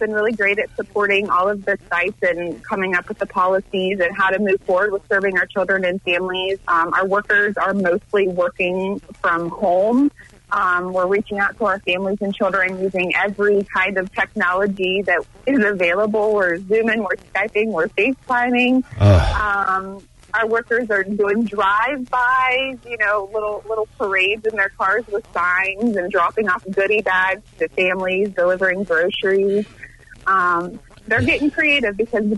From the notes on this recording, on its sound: called